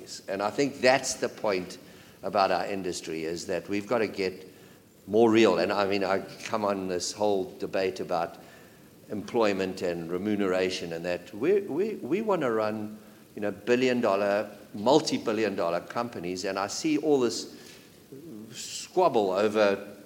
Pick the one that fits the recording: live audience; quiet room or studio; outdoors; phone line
live audience